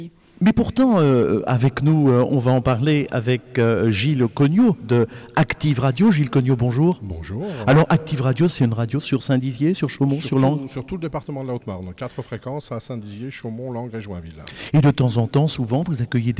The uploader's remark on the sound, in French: Une émission de web radio a été enregistrée et diffusée en direct de Canopé Saint-Dizier.